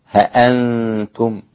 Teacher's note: حذف الألف مع تحقيق الهمزة